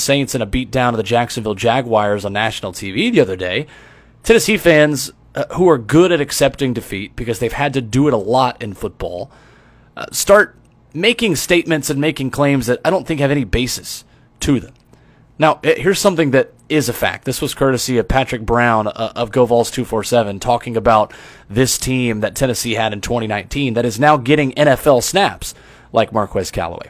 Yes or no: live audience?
no